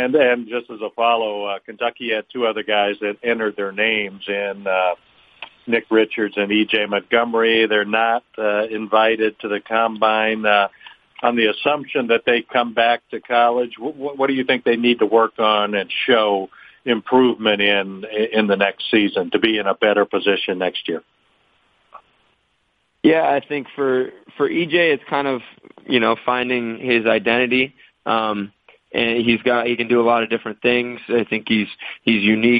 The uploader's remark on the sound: NBA Draft Combine Conference Call